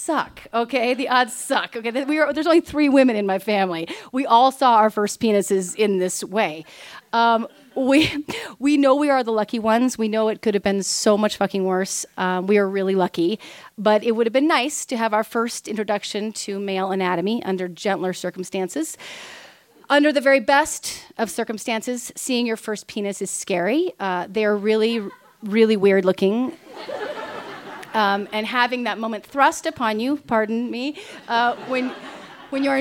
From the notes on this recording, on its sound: Recorded live on October 21, 2015 at Buntport Theater in Denver, Colorado.